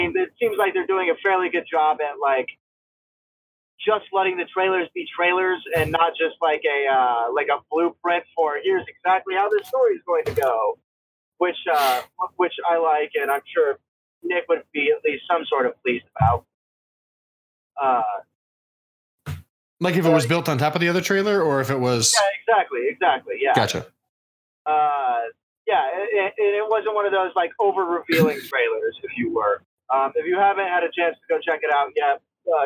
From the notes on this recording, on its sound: This week we experiment with what we can do with discord, recording on the go millions of miles apart while driving.